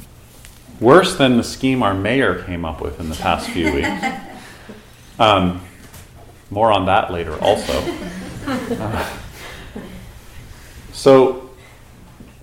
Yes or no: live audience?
yes